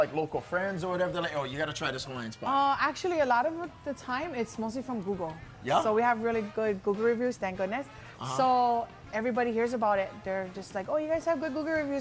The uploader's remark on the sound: We're live at Opulicious Poke & Plate Lunch in Vegas and in the HI Now kitchen.